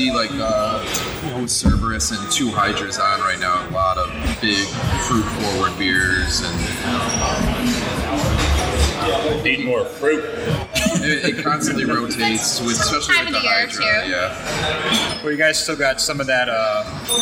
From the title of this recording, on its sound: Live at Mortalis